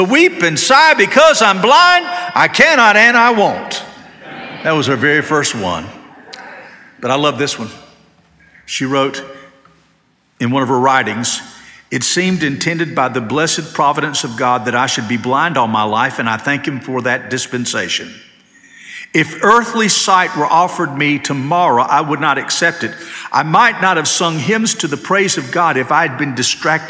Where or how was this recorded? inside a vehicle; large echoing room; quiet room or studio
large echoing room